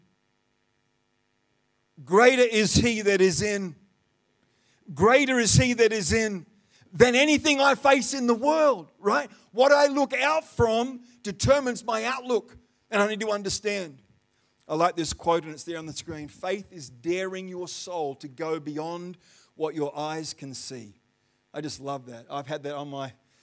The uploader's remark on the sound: The live stream of Destiny Church Atherton